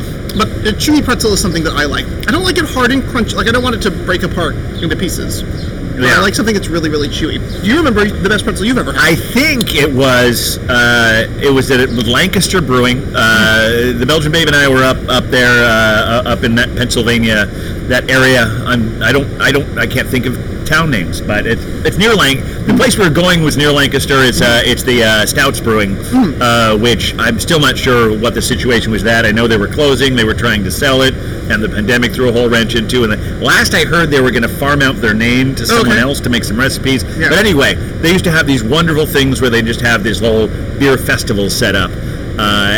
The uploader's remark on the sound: Live from the back yard at the Bier and Cheese Collective